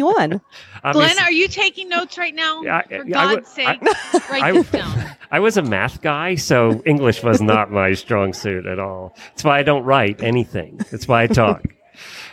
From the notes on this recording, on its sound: Live from AHP in Dallas. Is live at the American Horse Publications with a bunch of fascinating guests from the equestrian media.